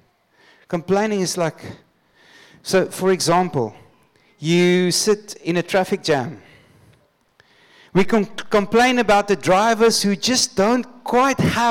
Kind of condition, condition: setting, large echoing room